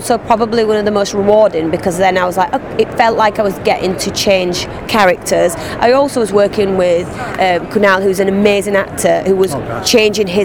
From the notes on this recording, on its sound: our final interview from Awesome Con in Washington DC